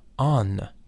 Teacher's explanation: instead of having the consonant M, it has the consonant N.